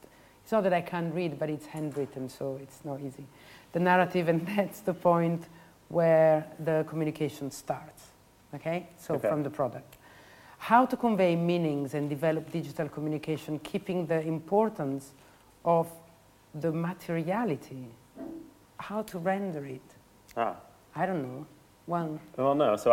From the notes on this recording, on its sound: The Università della Svizzera italiana and Université Paris 1 Panthéon-Sorbonne invited SHOWstudio Editor. The conversation takes place in front of an audience of students and members of the general public. ELab – eLearning Lab of USI – Università della Svizzera italiana.